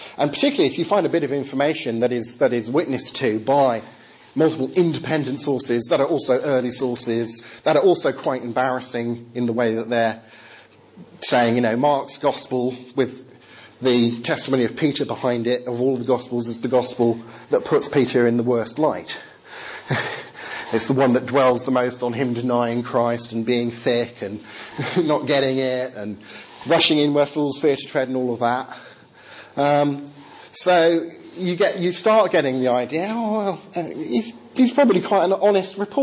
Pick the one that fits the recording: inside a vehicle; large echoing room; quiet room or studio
large echoing room